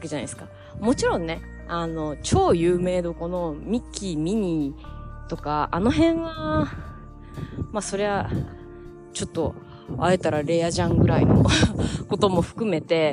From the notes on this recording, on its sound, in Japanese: 途中、風の音でお聞き苦しいところがあります。